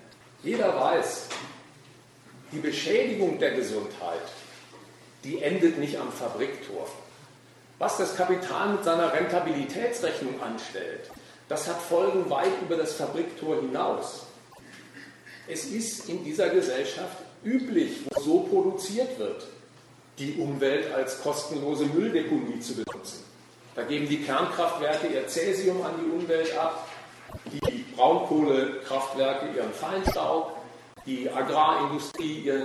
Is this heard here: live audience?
yes